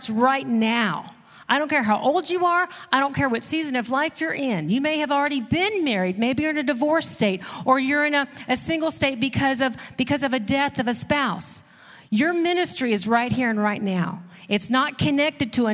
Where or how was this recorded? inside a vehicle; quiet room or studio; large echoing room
large echoing room